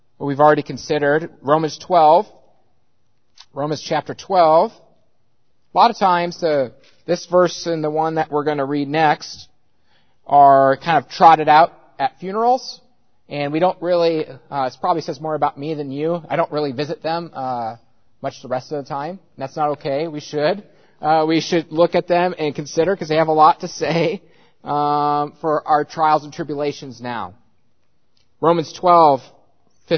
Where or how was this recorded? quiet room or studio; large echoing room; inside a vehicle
large echoing room